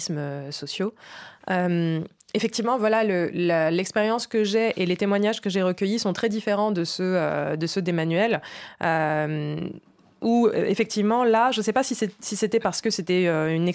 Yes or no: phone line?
no